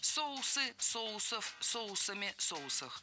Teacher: Правильный вариант – соусов. Это слово с неподвижным ударением на основе. Поэтому во всех формах ударяем первый слог.